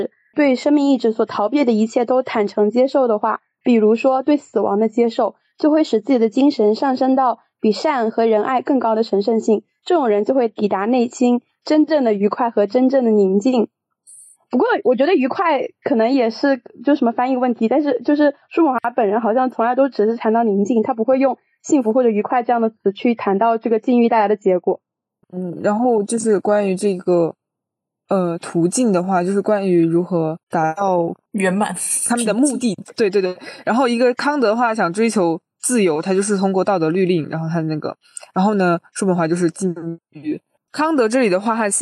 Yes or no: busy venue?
no